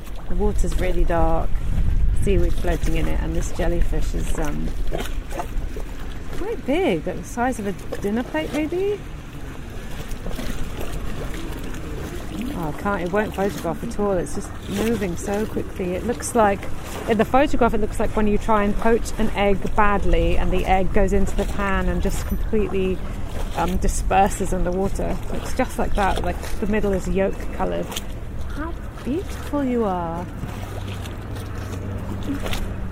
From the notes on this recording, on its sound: Copenhagen Havnebadet. This podcast is recorded in 3D sound! Join her out and about as she captures those small, magical moments of everyday life, in sound.